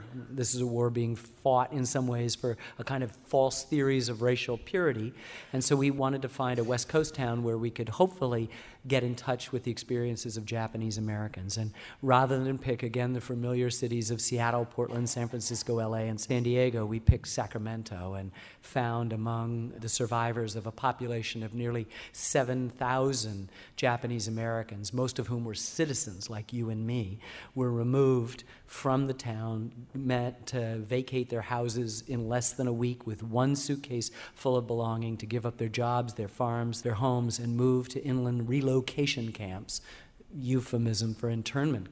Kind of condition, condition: setting, live audience